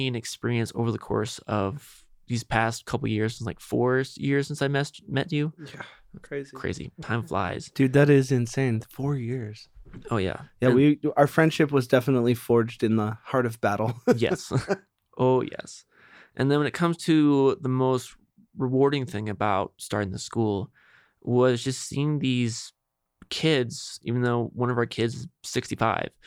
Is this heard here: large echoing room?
no